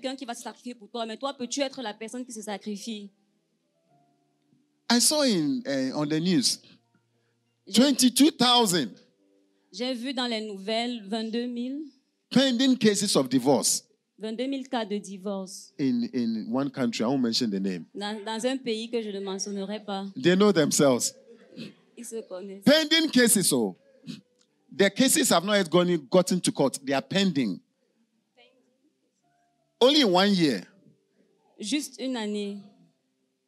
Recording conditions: large echoing room